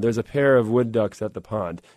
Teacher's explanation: You hear that little anapest at the beginning, which is 2 unstressed syllables followed by a stressed.